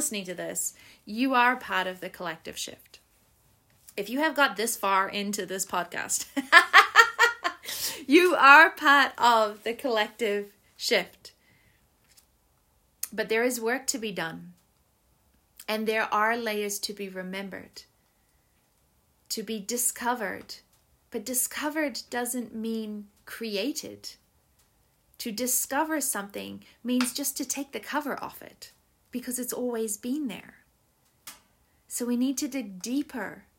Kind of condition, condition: fault, sounds in the background